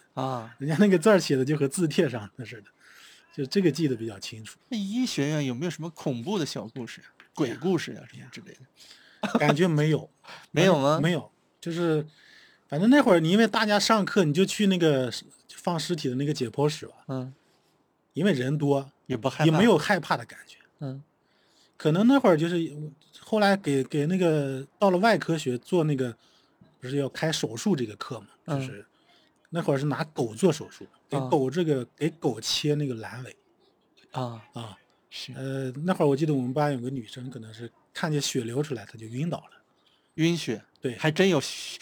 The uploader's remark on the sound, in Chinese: 本期是在户外录制，声音质量略受影响